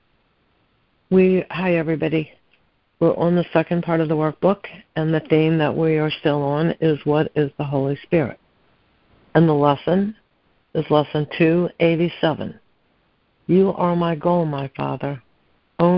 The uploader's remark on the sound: ACIM Daily Conference Call.